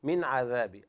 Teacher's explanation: هذا إظهار حلقي لوقوع العين بعد النون الساكنة